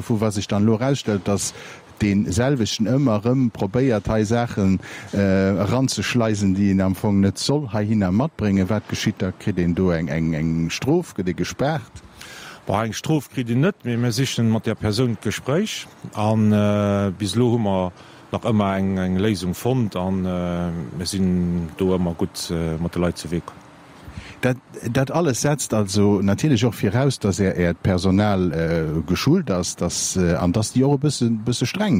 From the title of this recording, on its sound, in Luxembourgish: Live aus dem Sivec Schëffleng